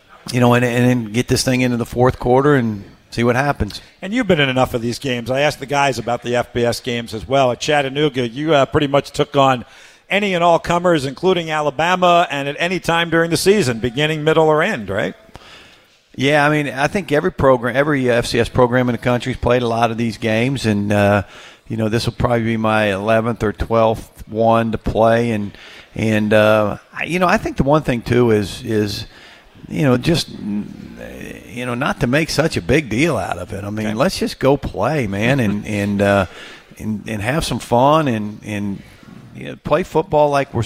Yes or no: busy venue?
yes